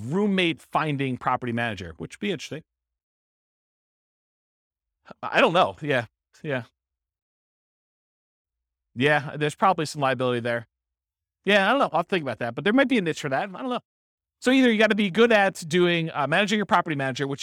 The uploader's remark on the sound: This was a live class recorded